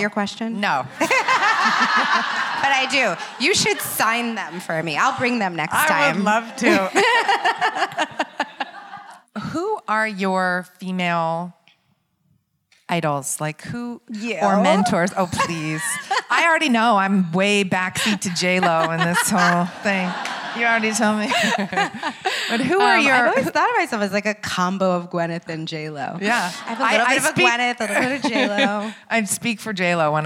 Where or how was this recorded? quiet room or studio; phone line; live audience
live audience